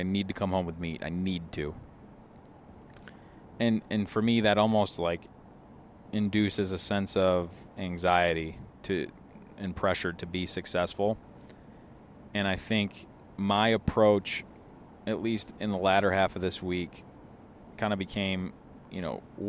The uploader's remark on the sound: This is the podcast we recorded on the way back home after leaving Wyoming.